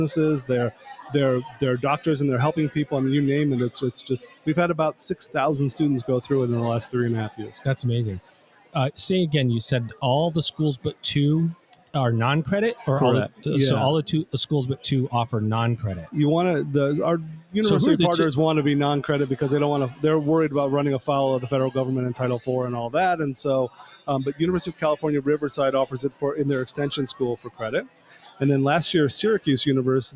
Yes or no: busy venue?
yes